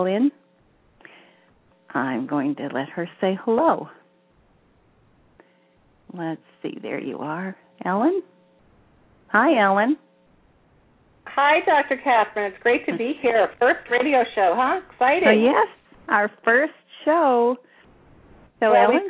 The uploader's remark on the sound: She will do a channeling session live so callers can call. Personal responses to callers during the special call-in segment.